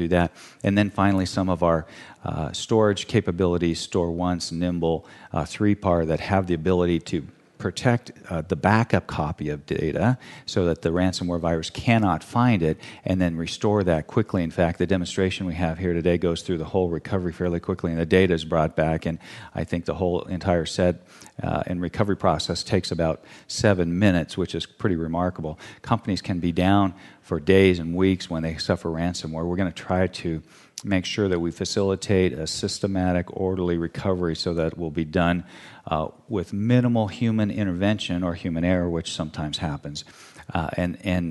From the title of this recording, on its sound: Intel Chip Chat Live - HPE Discover - 2017